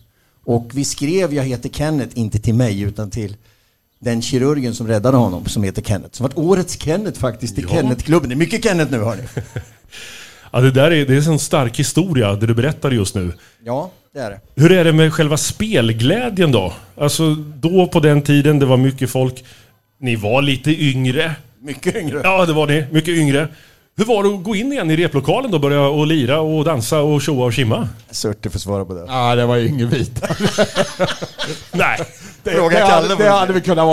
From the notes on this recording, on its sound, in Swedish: Live inför publik i Kisa. Inför ett fullsatt torg spelade vi in detta avsnitt inför publik som klätt upp sig i turnétröjor, släpandes på gamla affischer och inte minst med mängder av minnen.